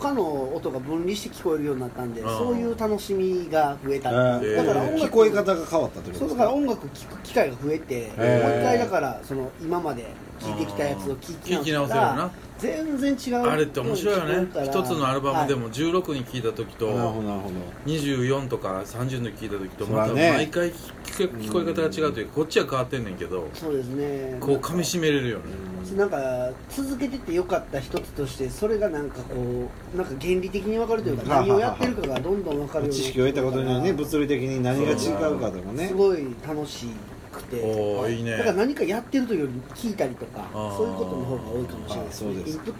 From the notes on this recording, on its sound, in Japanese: 神戸、SPACE DOG!RECORD(お店)より。